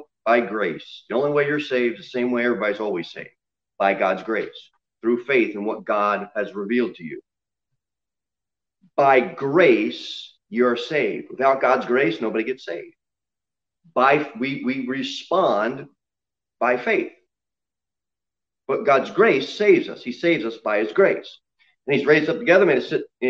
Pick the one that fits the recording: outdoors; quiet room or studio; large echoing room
large echoing room